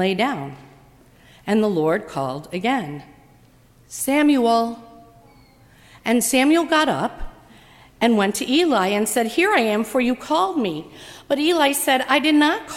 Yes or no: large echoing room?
yes